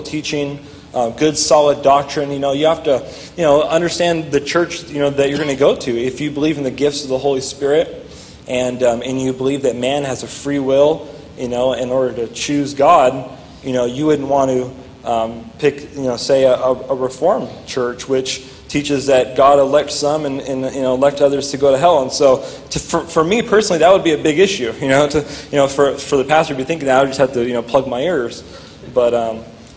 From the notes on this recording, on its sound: during a live Q&A session